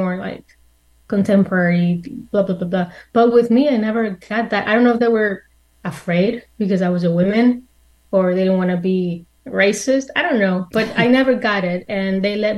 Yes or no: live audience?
no